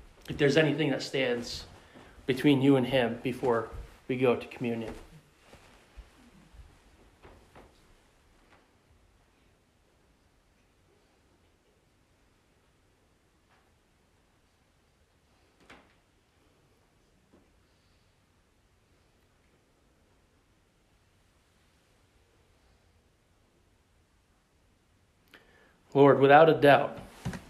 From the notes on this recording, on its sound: in the pulpit of the Pleasant Valley Bible Church in West Bethel, Maine on Easter Sunday 2021.